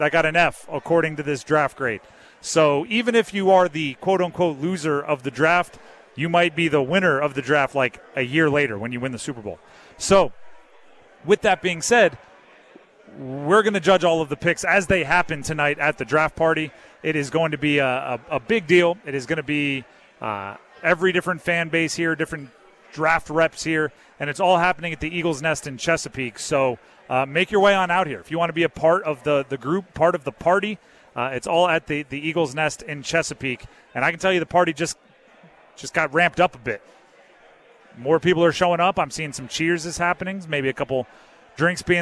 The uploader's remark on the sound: Live from Eagles Nest before The Draft Party.